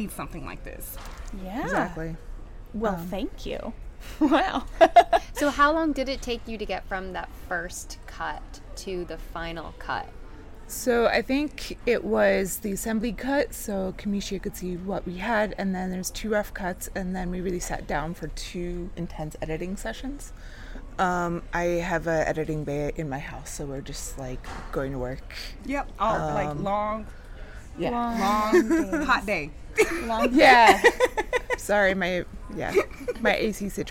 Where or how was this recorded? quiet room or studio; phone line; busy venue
busy venue